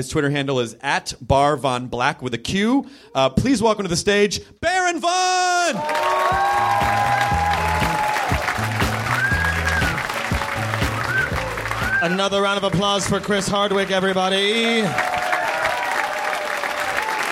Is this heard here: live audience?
yes